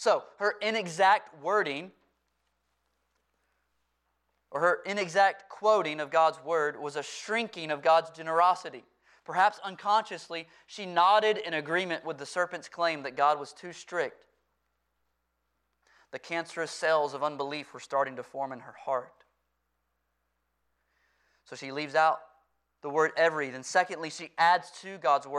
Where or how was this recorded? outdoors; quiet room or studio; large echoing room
large echoing room